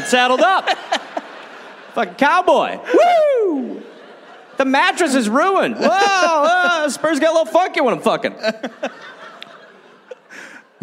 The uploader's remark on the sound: Recorded live in Brisbane.